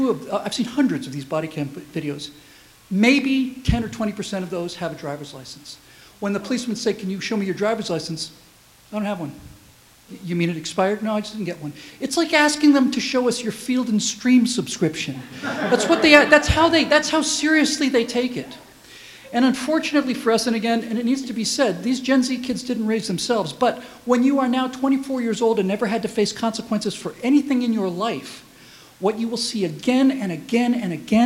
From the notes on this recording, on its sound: Give the keynote speech at the Holiday Dinner for the American Freedom Alliance. Unscripted speech.